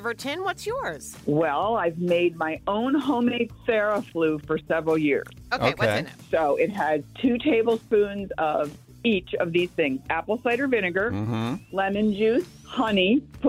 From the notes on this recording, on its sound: Listeners call.